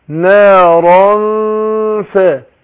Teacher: بخفي النون في نفسها، بخفي النون في نفسها، فأقول نارا فاء، يبقى أنا أخفيت النون عند الفاء مع كون إن الغنة حركتين